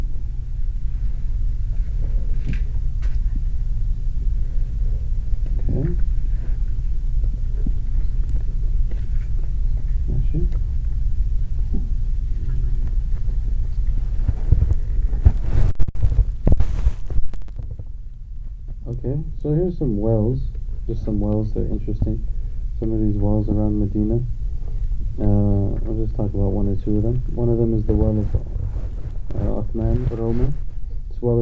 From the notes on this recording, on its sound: Visiting the Sacred Places - 06 (poor audio quality -sorry-).